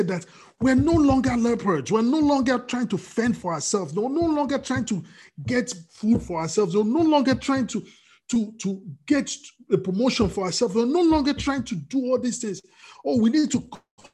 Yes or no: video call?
yes